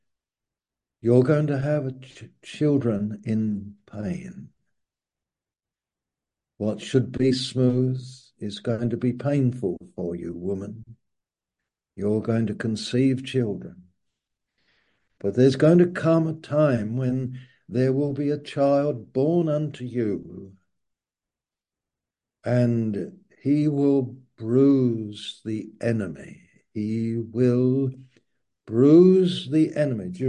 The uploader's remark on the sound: Malaysia Meets (Zoom)